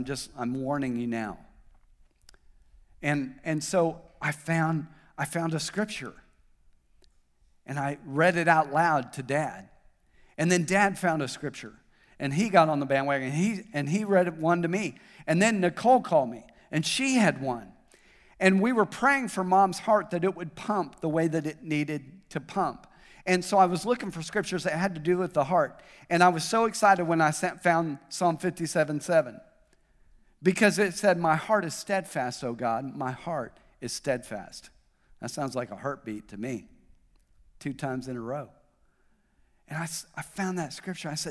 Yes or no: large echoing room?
yes